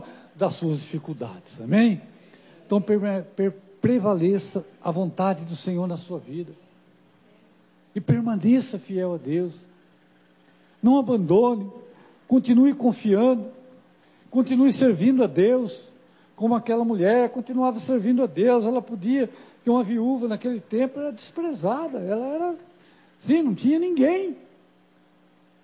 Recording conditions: large echoing room